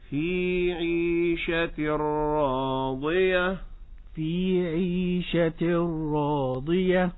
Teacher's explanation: التكرار لا بد أن يكون في الراء ولكن نحجمه نقلله، فنقول هكذا في عيشة راضية.